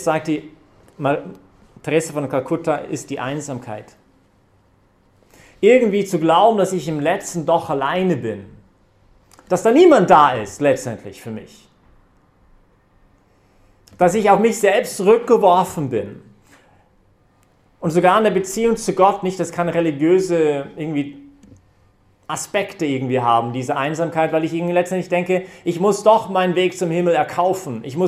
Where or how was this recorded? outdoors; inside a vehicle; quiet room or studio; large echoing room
large echoing room